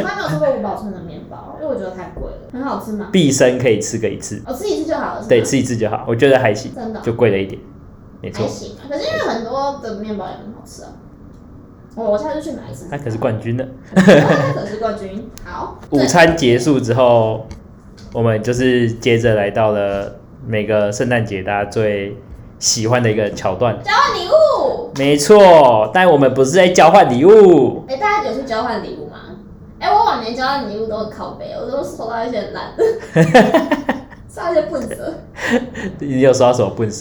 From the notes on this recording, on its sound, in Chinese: 本集收音出點問題。會有點遠兒。